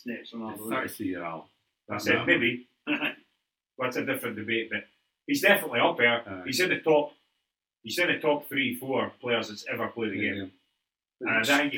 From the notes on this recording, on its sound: Apologies for sound